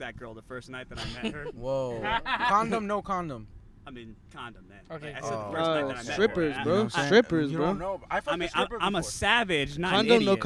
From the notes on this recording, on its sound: On this episode, we are in the car. With several Drop-Ins. Recorded at Thank You Miami.